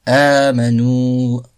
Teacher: Al-maddul badal, hamza prolongée. Donc la hamza précède le mad asli dans le même mot. Durée deux temps.